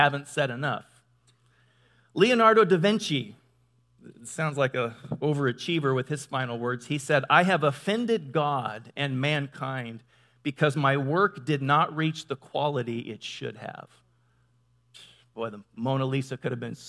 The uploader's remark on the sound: Delivered on 19 November 2017 at Grace Church of La Verne .